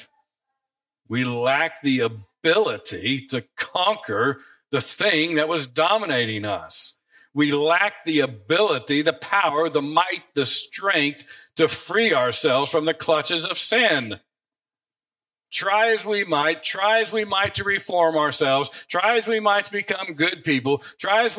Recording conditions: large echoing room